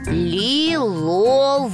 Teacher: Первый звук «л» согласный, мягкий и звонкий.